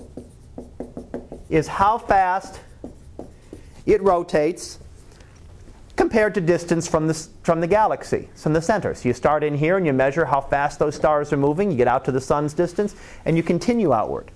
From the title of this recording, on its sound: Live Class Lecture